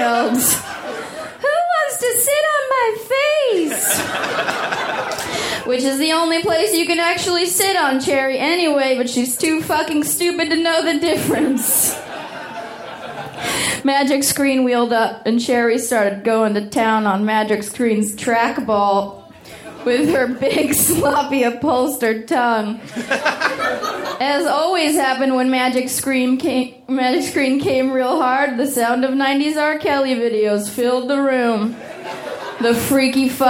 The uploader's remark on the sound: Recorded at the Doug Fir Lounge in Portland, OR on Aug 24, 2014.